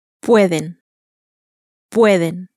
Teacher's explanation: words ending in N or S are stressed on the next to last syllable, exactly like words that end in vowels · Term: onus rule